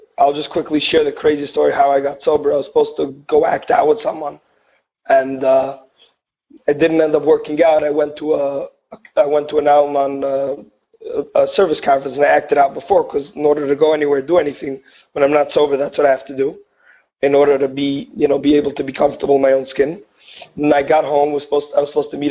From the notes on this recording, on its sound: Noon Phone Speaker Meeting